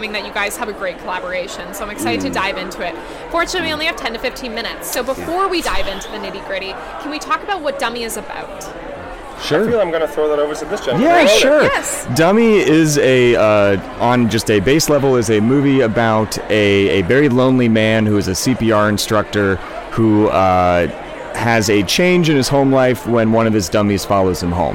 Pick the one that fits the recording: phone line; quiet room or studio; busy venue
busy venue